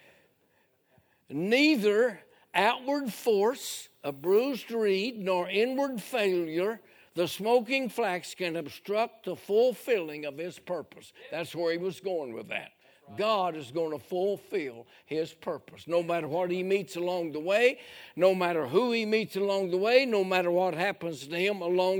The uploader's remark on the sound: A sermon preached Sunday Morning during our Spring Jubilee